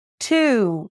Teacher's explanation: a strong T sound and a long oo. Think like you're adding a small W at the end.